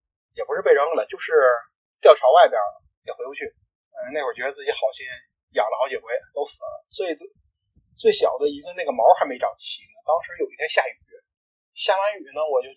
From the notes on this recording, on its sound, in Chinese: 第一次做，本期节目音质不佳。